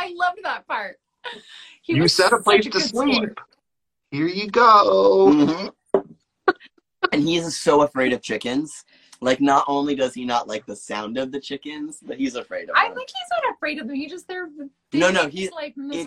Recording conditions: video call